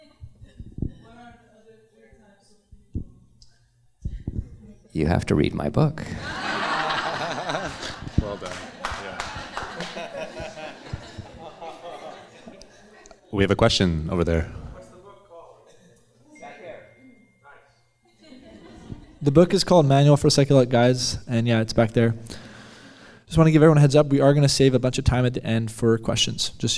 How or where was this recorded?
busy venue